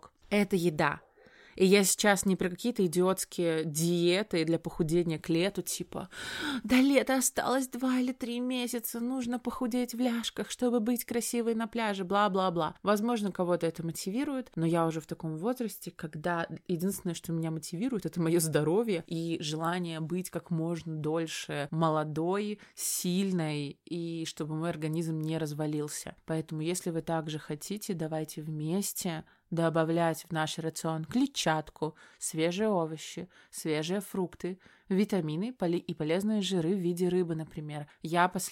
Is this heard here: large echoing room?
no